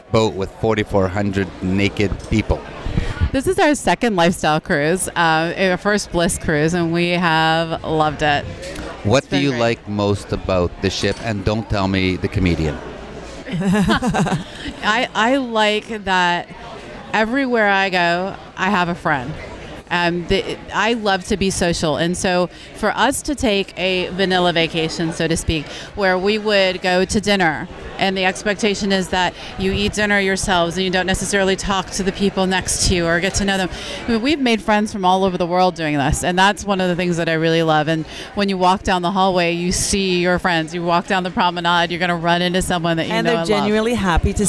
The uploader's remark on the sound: THE BLISS CRUISE - OPENING-UP ON THE OPEN SEAS. Broadcast on location from the Promenade Deck Cafe.